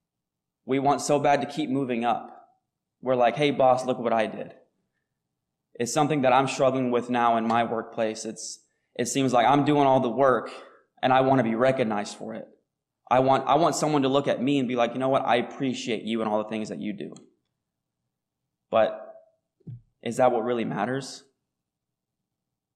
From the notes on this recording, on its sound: Recorded on July 22, 2023, at Ringgold Seventh-day Adventist Church.